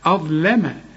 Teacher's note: الظاء فخمها ورقق قبلها الهمزة واللام رققها